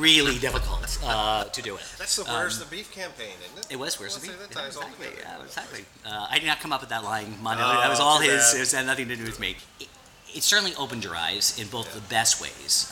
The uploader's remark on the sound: Recorded at the wonderful Georgian restaurant, Supra at 11th and M, NW.